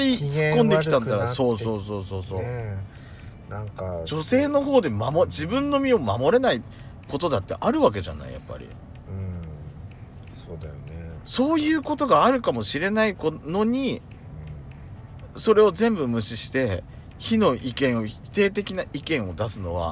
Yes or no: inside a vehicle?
yes